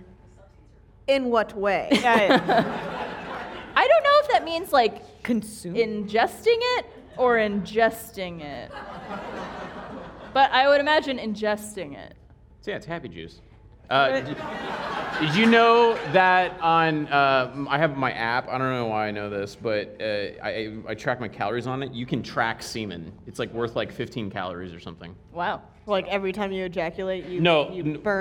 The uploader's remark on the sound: filmed in front of a live audience!